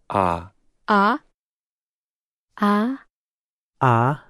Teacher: In an English sort of ah sound, we might feel our mouth moving more ah, but in Korean, we're going to set our mouth ah.